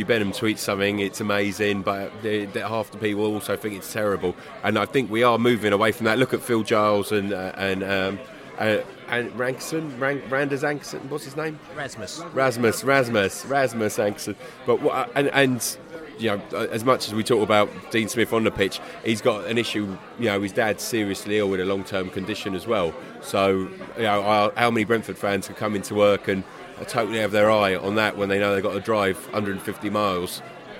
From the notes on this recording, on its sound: Burton Albion Pre-Match Podcast From the Pub.